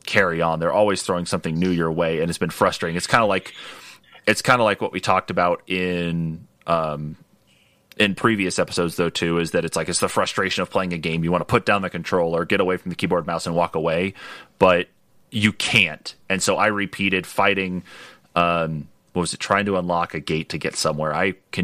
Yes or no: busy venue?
no